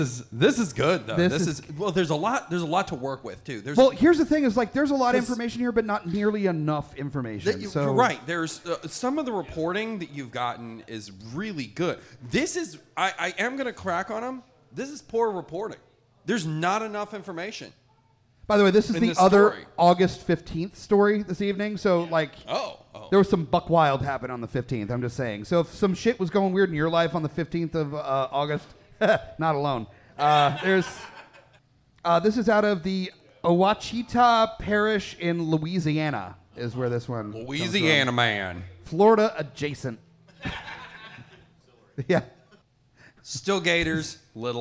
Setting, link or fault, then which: setting, live audience